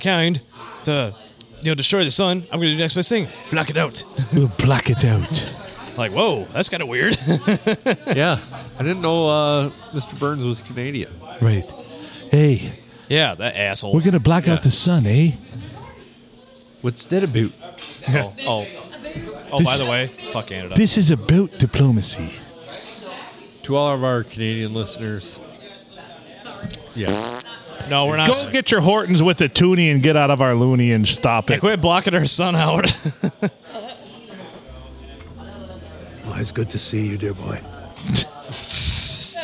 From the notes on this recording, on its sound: Recorded at the Blue, on a Sunday, in front of actual people!